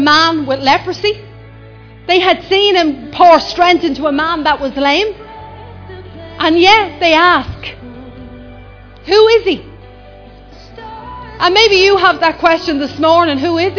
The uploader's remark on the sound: Recorded live in Liberty Church.